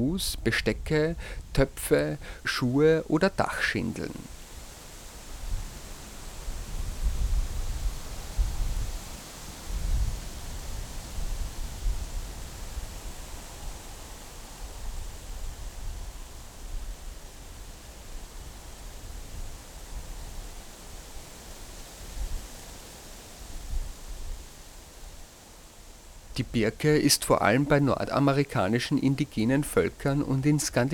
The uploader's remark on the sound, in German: Manchmal ist es genug, einfach zuzuhören – wie bei dieser Aufnahme, die zufällig an einem schwülen Sommertag entstand. Die Aufnahmen zur Sendung entstanden bei windigem, heiterem und regnerischem Wetter zu allen erdenklichen Tages- und Nachtzeiten in Wien Döbling, Ottakring, in Ebensee am Traunsee, zwischen Innichen und Toblach in Südtirol und beim Slap Savica in Slowenien.